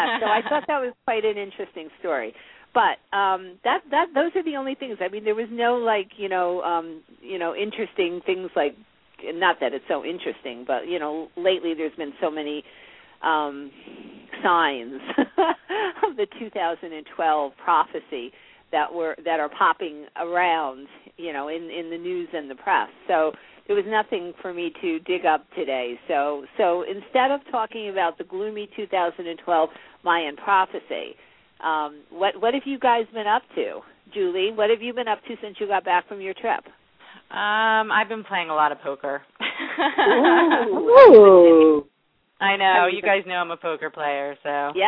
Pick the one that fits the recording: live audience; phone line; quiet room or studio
phone line